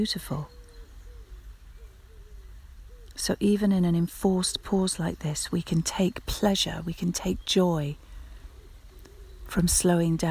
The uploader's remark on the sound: We join her as she walks through some woods on the edges of London, so keep an ear out for the birds, sounds of nature and the stream